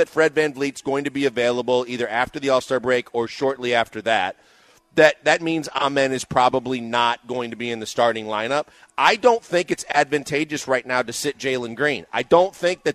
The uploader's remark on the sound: live from The Decoy